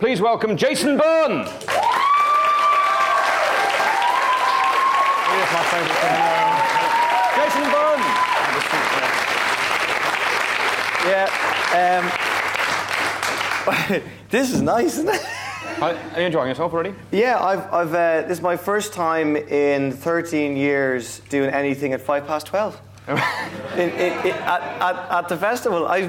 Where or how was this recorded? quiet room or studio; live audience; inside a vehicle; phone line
live audience